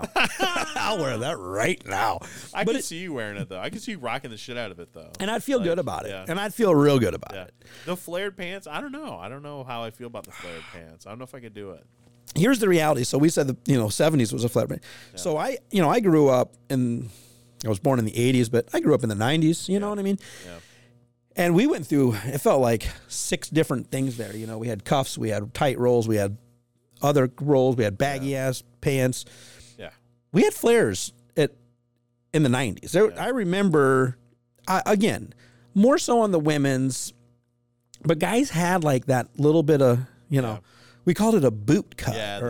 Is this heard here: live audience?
no